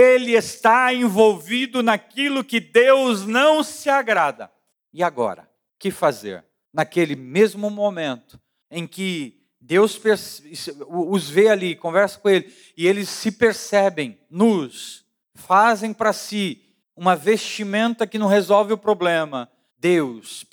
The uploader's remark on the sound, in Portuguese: Áudio retirado da pregação do Culto da Família 10/07/2022